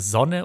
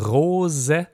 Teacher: Das stimmhafte S, S, beim Summen oder bei der Sonne oder der Rose